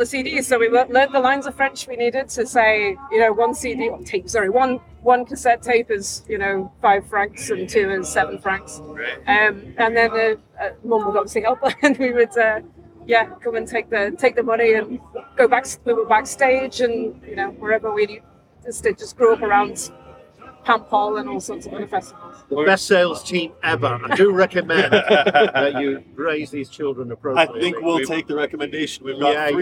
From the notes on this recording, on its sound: Aboard the Pilgrim at the world's largest sea music festival in Paimpol, Brittany for a chat and a sing in between sets.